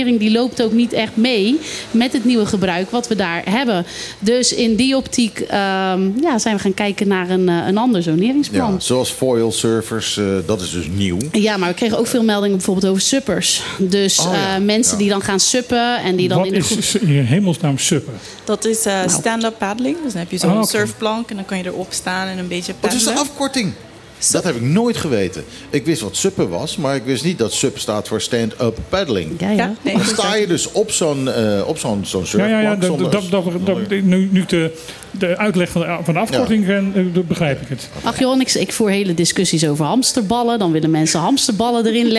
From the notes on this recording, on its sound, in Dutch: In het radioprogramma dat elke zaterdag middag live vanuit club Trocadero wordt uitgezonden.